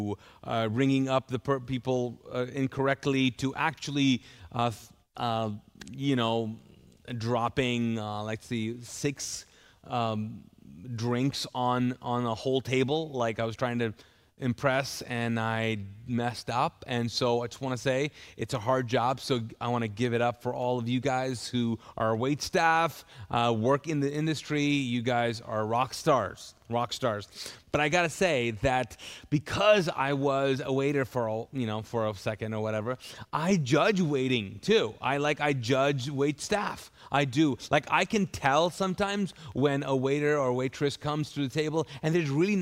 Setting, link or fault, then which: setting, large echoing room